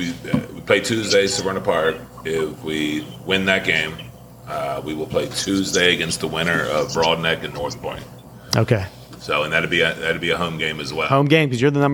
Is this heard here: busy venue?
yes